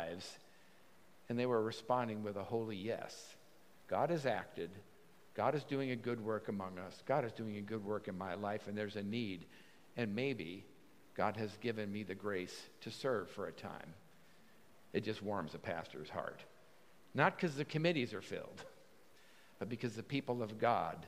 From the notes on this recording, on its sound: at Pender's Contemporary Worship Service